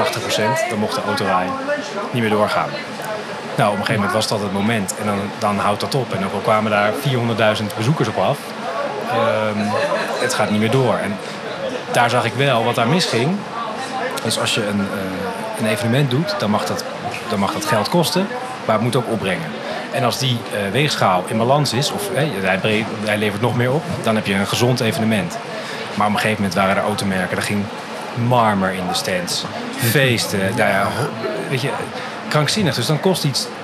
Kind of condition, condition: setting, busy venue